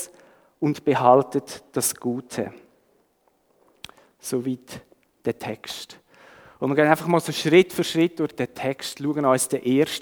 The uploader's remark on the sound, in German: Die Aufnahme wurde im 9:15 Uhr Gottesdienst gemacht.